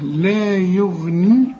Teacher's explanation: يوم لا يغني، يوم كل الحروف مرققة، لا يغني الغين بس هي المفخمة في هذه الكلمة